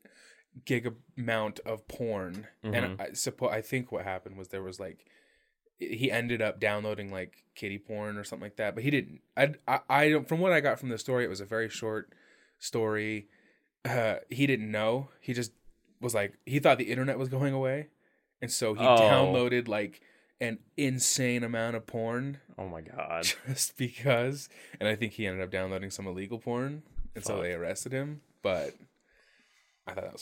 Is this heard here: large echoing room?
no